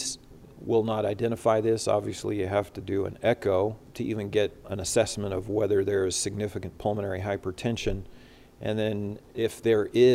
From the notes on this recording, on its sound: recorded Saturday, September 11, 2021, during the CORE conference in Salt Lake City, Utah